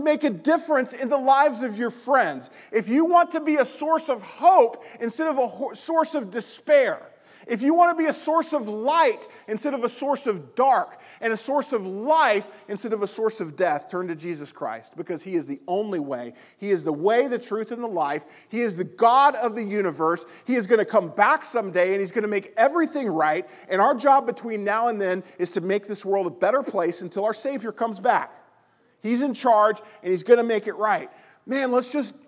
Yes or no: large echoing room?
yes